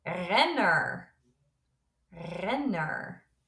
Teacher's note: the R at the end sounds a bit more like a muffled R as we know in English